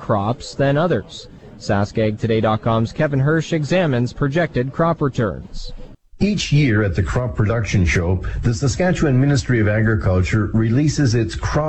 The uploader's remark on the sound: It's Day 3 of the Western Canadian Crop Production Show in Saskatoon. Bring you Sask Ag Today live from the show.